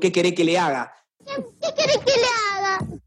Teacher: los rosarinos tenemos un acento muy marcado en Argentina. No pronunciamos bien las S's. · Term: el rosarino